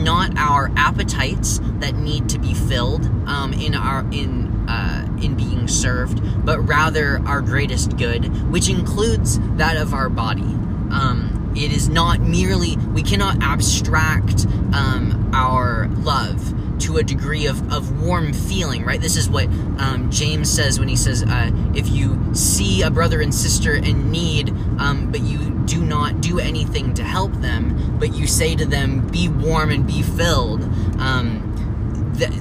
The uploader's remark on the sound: in the car